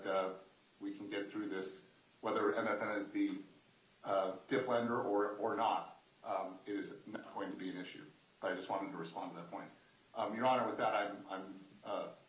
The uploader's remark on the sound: U.S. bankruptcy court hearing audio